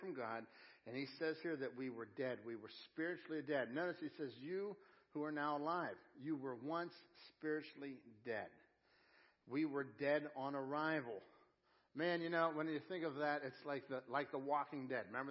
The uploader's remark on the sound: Crossroad Ministries Live Service